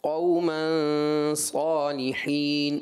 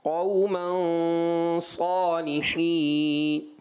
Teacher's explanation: غنے کو پر کر کے پڑھنا چاہیے تھا یہاں پر، کیونکہ جو سبب غنہ والا حرف ہے وہ پر حرف ہے · Shown in: second take